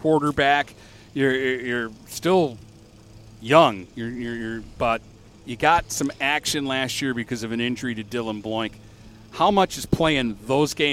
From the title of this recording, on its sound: Live From Port Huron Northern Football Camp